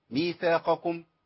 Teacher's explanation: والقاف هتطلع مفخمه والكاف مرققه